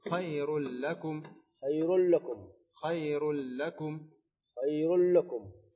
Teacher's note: ما فيه غنة، ليس هناك غنة، ولا فيه التأخر بمقدار حركتين، إنما تتأخر بمقدار ما تبين اللام فقط، اللام المشددة.